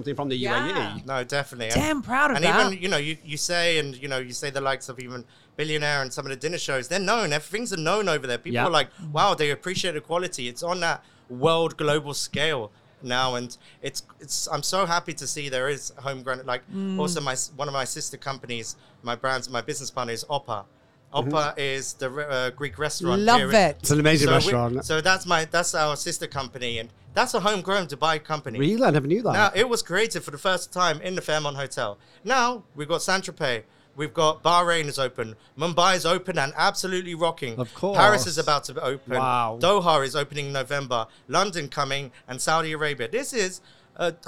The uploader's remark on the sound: These episodes were recorded at the hugely successful Middle East Event Show.